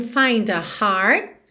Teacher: Então aqui, to find a heart, ela juntou find a com D mesmo, find a heart. O T do heart você não ouve